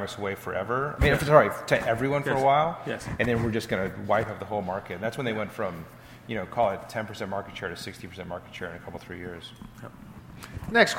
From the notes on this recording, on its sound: This Greymatter episode is a fireside chat that took place at Greyscale, an event for tech founders hosted by Greylock Partners.